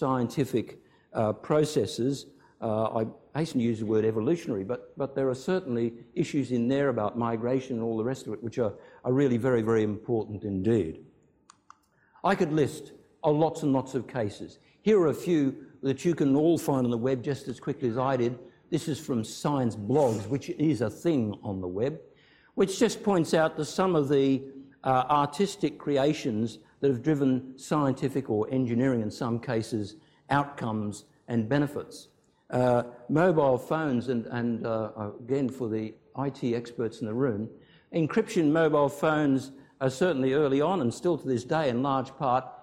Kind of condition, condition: setting, live audience